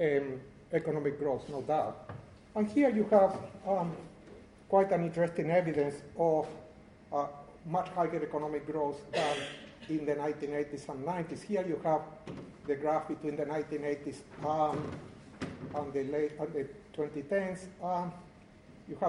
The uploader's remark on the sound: This is the closing lecture to the First UCL Americas International Post-graduate Conference. Organized by UCL Americas Research Network.